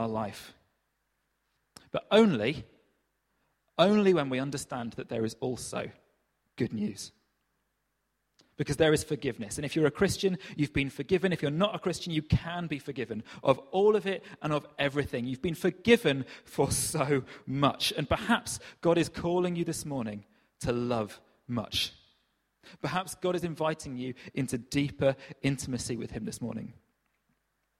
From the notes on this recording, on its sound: Recorded at freedomcentre church, Preston on Sunday 26th August 2018